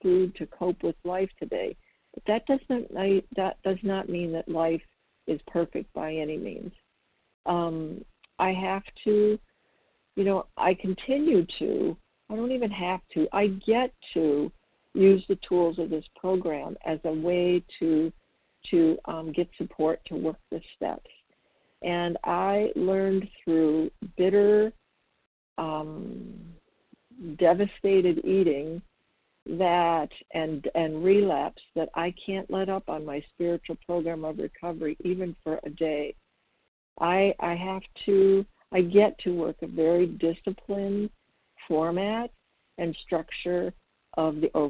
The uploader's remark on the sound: the 100 Pounders Phone Meeting